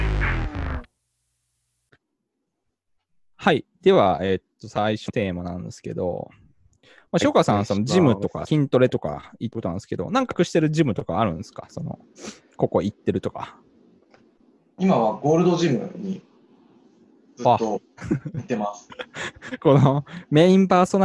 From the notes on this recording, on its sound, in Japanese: Zoomの無料アカウントの制限のため終わり。